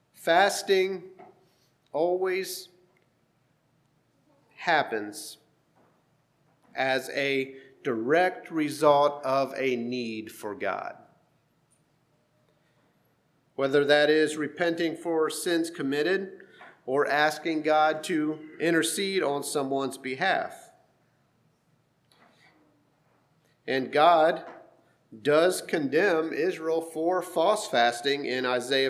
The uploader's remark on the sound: Sermon preached at HMC, October 29,2023